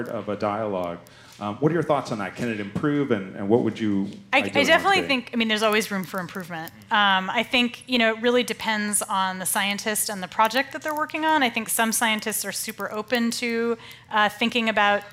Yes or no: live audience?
yes